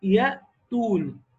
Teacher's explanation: ظهر في التاء. جريان النفس كده وحسيت بيه على ايدك مع التاء · Term: الهمس